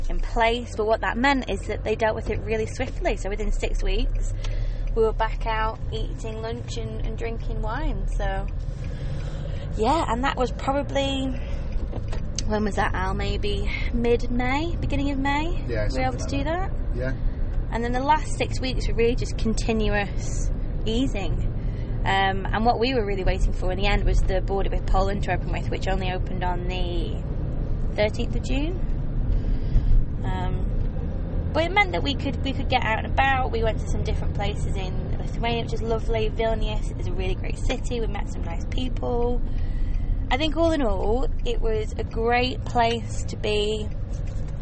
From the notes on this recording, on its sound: Live podcasts (from the car!). As we travel from the northern coast of Europe (Lithuania) to the southern coast (Croatia).